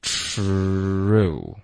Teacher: 这个 true 就是我们要注意这个 r 的音，OK，也就是要卷舌也要嘟嘴